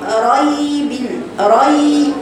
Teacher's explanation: وإن كنتم في ريب مما نزلنا، ريبن، انت بتقرأيها بتقطع الراء، بتقولي ريبن. الياء هنا صفة رخاوة يعني له زمن طويل